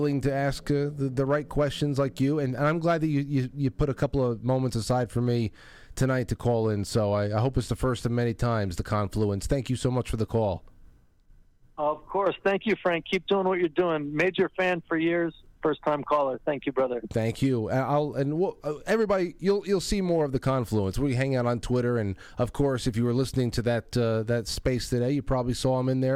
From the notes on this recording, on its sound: Bring the audience in through chats and phones.